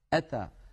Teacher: هذه الهمزة شديدة وفيها انحباس للصوت